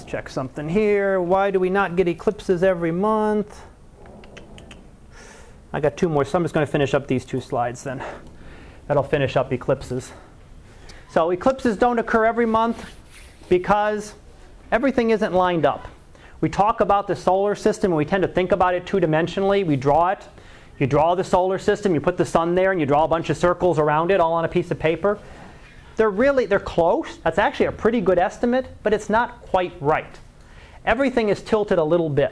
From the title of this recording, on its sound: Live Class Lecture